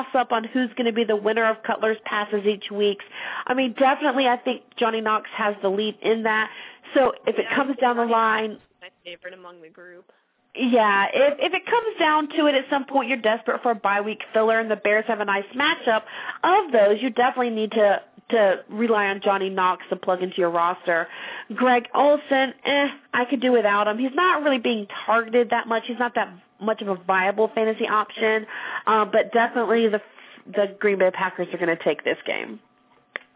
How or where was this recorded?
phone line